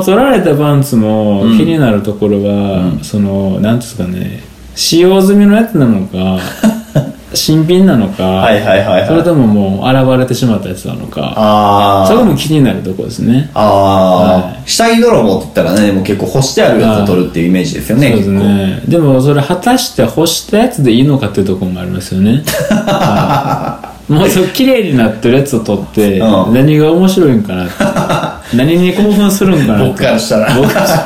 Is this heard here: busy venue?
no